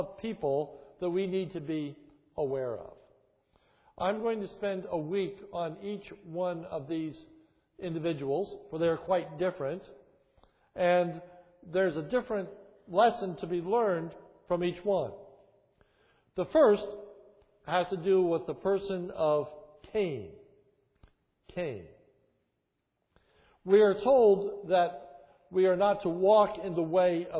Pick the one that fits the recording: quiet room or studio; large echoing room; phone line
large echoing room